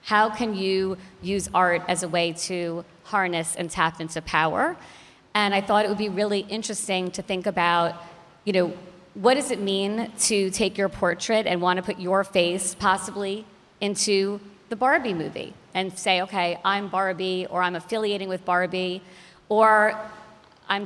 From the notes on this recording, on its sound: The Art of Power [VIDEO filmed live at Pen+Brush Gallery].